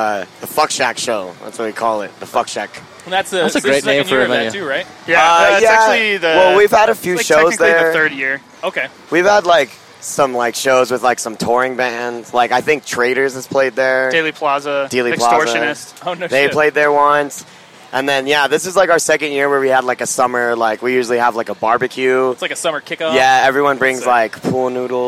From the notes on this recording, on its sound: This was recorded at the 71Grind festival hosted at the Flux this past June.